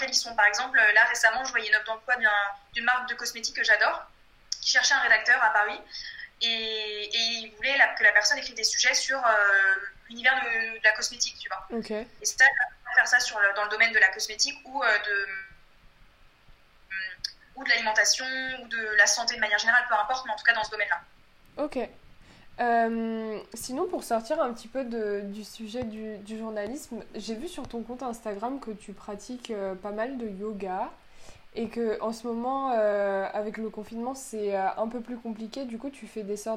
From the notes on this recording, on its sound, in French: En raison de la situation actuelle, j’ai enregistré il y a quelques jours mon premier épisode en vidéo conférence.